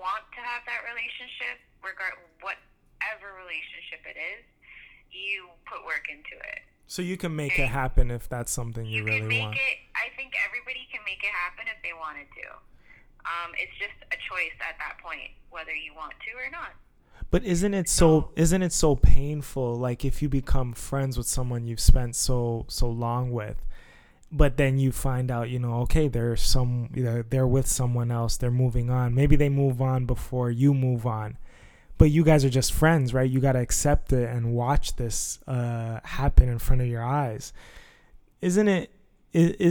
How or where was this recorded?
phone line